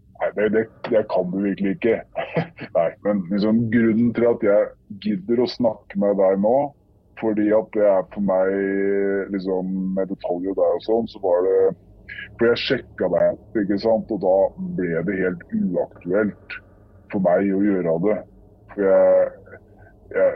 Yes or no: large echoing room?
no